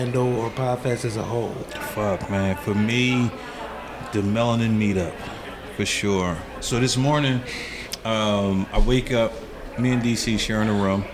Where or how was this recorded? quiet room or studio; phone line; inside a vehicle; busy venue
busy venue